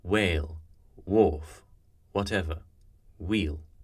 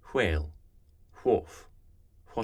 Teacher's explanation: An archaic pronunciation will pronounce this with a wh sound, as in what. However, today in RP, and for most of the 20th century, this has been pronounced with a pure W sound. · Shown in: first take